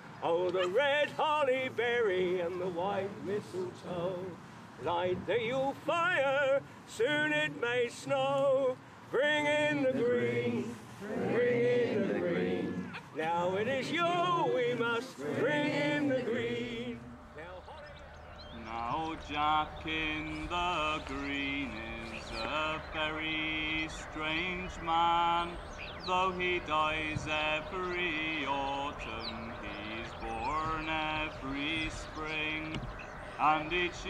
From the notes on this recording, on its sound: The Avebury Enigma is a guided walk, audio collage and exploration of the sacred landscape at Avebury. We walk, dowse, and record the stones and landscape.